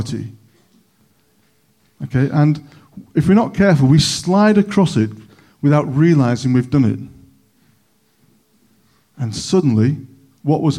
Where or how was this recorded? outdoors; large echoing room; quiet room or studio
large echoing room